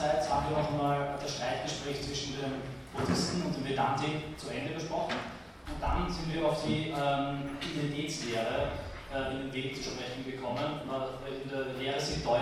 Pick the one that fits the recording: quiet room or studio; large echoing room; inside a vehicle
large echoing room